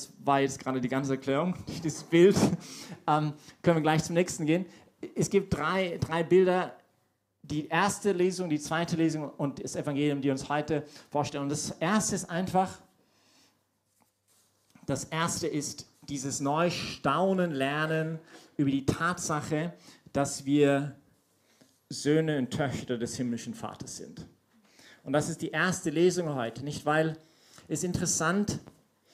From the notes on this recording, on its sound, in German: Diese Predigt wurde bei der YP Messe